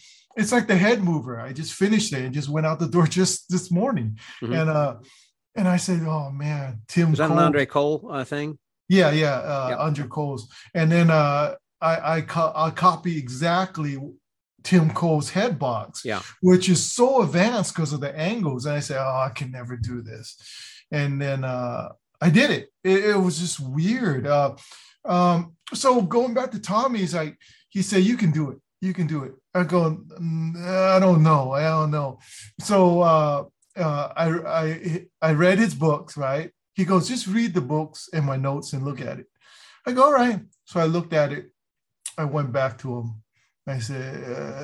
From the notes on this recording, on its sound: our conversation recorded via Zoom